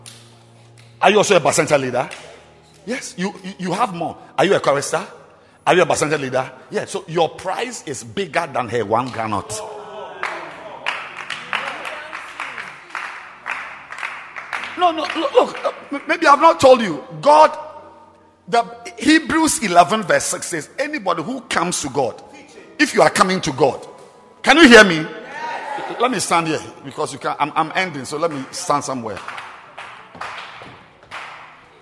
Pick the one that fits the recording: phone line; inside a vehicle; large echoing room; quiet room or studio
large echoing room